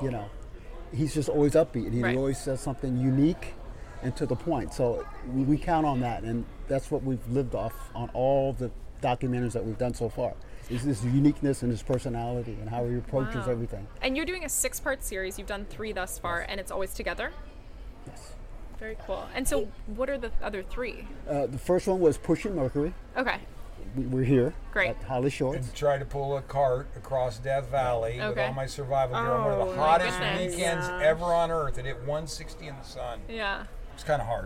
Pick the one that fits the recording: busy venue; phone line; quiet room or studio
busy venue